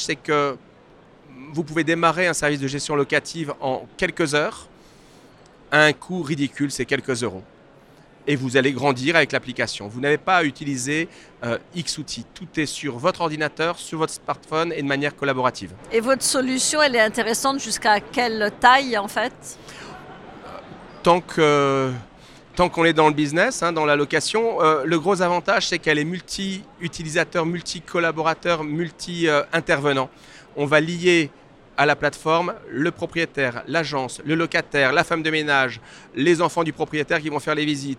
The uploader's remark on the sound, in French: Cet épisode a été enregistré en live du RENT.